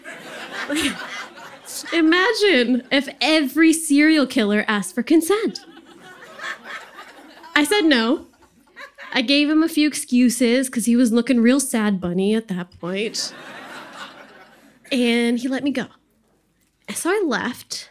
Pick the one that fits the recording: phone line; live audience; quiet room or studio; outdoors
live audience